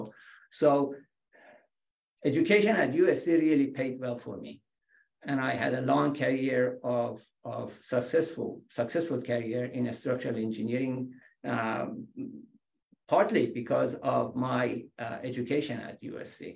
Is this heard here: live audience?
no